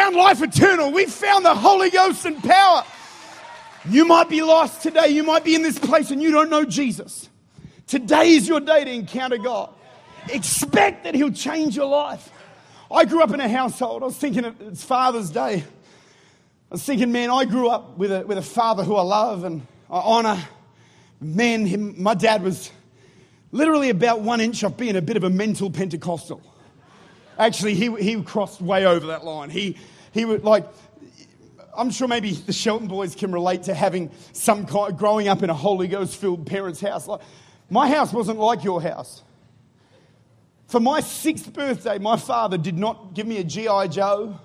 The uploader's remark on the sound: Recorded at Life Church, St. Louis, Missouri.